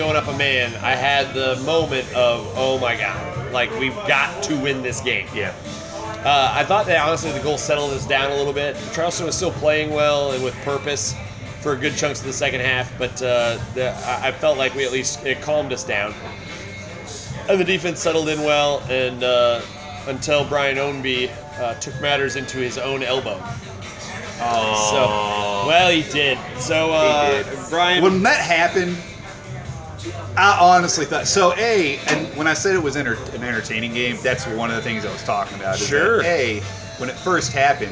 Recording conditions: busy venue